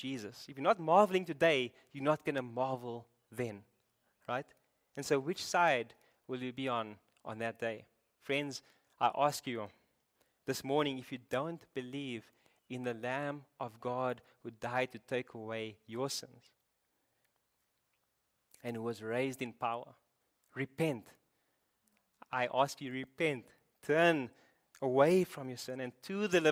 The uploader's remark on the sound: Preached at Living Stone Bible Church, Fourways/Bryanston, South Africa.